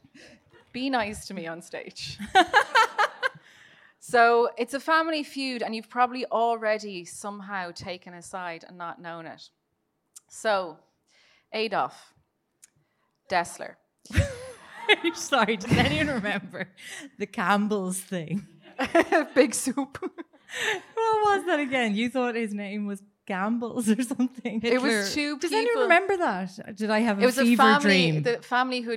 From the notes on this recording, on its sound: LIVE IN CORK an abridged version. We had an absolute blast in Cork THANK YOU to the lovely people that joined us.